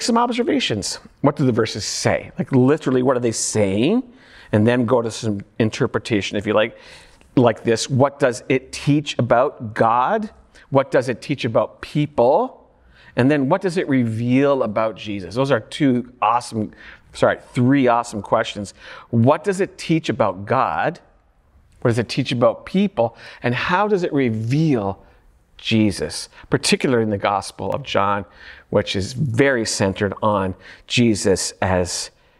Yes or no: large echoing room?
yes